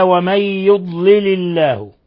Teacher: نون ساكنة جاء بعدها الياء، إضغام بغنة، وكسرنا اللام تخلصا من التقاء الساكنين.